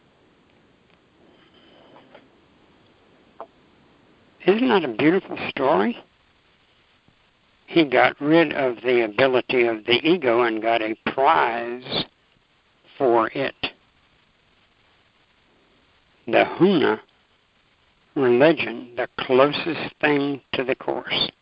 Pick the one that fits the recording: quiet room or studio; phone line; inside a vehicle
phone line